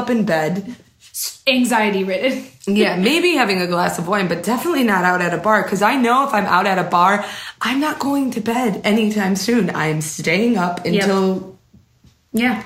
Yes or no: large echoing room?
no